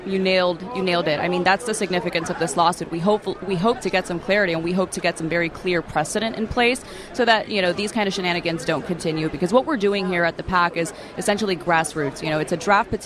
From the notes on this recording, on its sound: live from CPAC